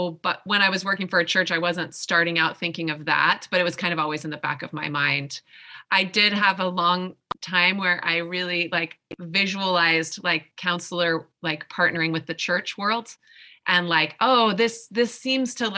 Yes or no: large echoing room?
no